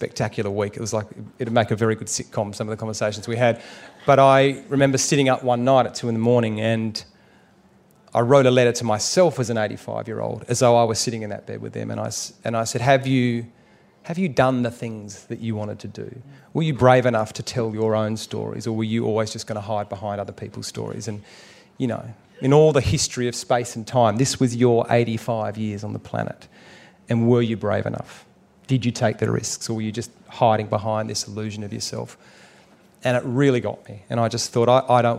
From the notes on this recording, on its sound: at the Byron Writers Festival